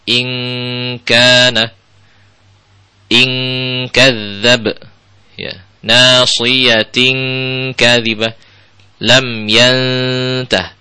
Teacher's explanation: Ikhfanya tipis, tidak dibaca tebal.